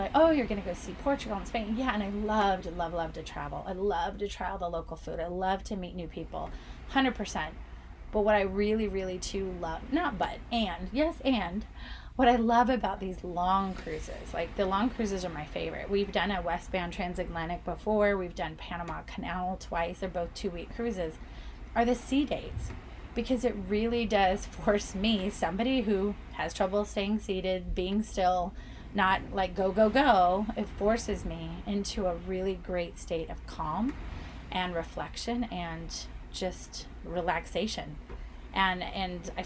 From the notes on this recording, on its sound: This episode was recorded aboard the beautiful Disney Dream while crossing the Atlantic Ocean. So, come sip with me to the sounds of the ocean.